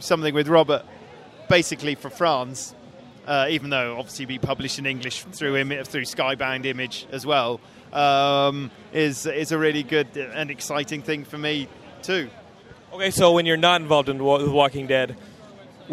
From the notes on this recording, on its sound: stopped by the Geekscape booth